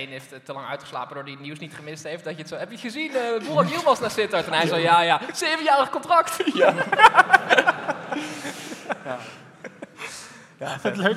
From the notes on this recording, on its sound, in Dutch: En dit gebeurt allemaal live vanuit theater Tivoli, voor een uitzinnige menigte.